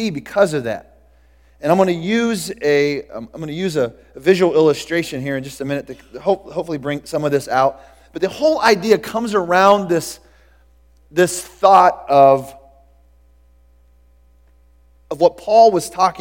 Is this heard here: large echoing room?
yes